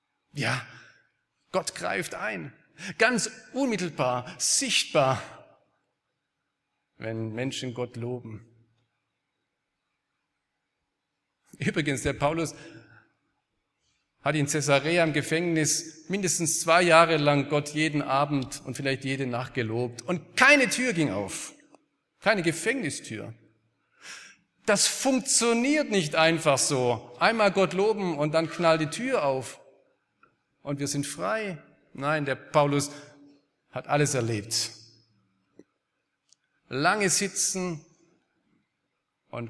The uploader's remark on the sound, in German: aus dem Gottesdienst der Liebenzeller Mission